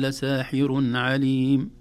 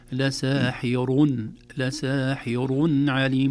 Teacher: لكن حفص وجمهور القراء لساحر، لساحر عليم بتفخيم الراء وليس بترقيقها · Shown in: second take